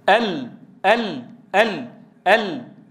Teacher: ينغلق المخرج تماما كالحروف الشديدة · Term: اللام